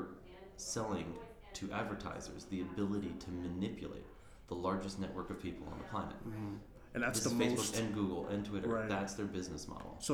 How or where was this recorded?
busy venue